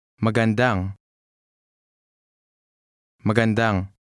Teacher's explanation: Note the stress on the last syllable.